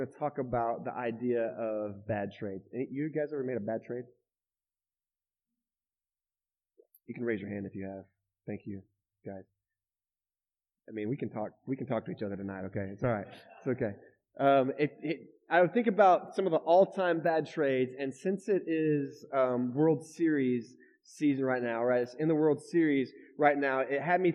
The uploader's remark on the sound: Shares his message at The River Church. This is the weekly audio podcast of The River Church in DFW.